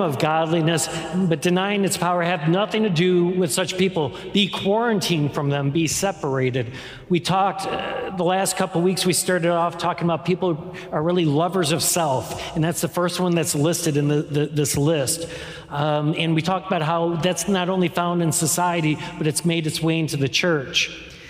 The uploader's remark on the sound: This is the core message from our live service on 2022-07-17.